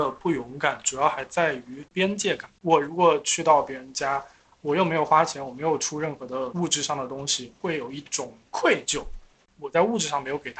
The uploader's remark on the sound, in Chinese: 本期录音效果欠佳，后期尽最大力了